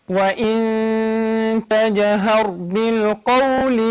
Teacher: إخفاء النون عند التاء